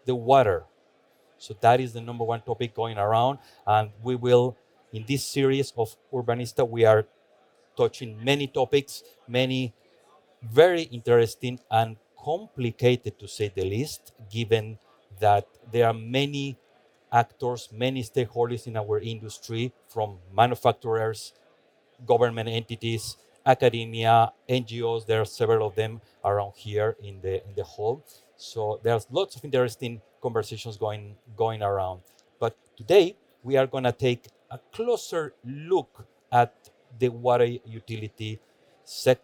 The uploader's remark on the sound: Fireside chat recorded at World Water Congress 2022, in Copenhagen, Denmark.